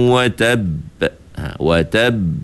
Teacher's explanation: Sebab huruf itu huruf syiddah, sifatnya tertahan suara. Sebab itu bila dia bersabdu, kita macam tertahan sekejap kerana nak menyatakan sabdu pada huruf qalqalah itu